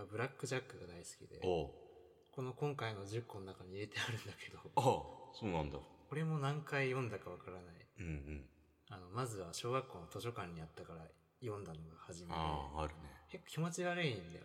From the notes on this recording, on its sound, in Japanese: 全編エコーがかかっていますが。